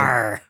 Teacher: from the southwest of England where they say the ruh sound at the end of words · Term: rhotic accent